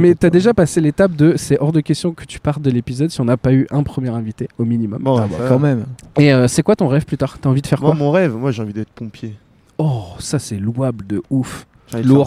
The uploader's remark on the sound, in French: Le podcast sauvage est un enregistrement dans un lieu public sans demander d'autorisation. Le principe est simple : inviter des passants, des inconnus à participer avec nous.